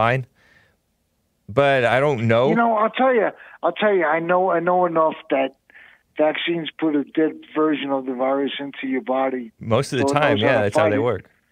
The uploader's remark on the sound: A caller from Wisconsin. Live Sunday through Friday 9 AM (Los Angeles).